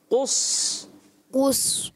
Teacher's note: قاف کو بھی آپ نے موٹا رکھنا ہے اور صاد کو بھی صاد کو قاف سے بھی زیادہ موٹا رکھنا ہے